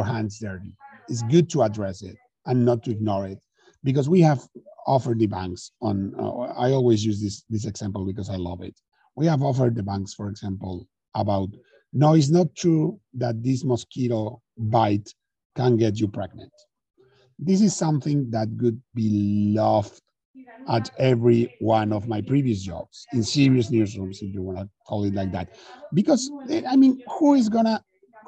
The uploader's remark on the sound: This episode was recorded as a live webinar on the 20th of October.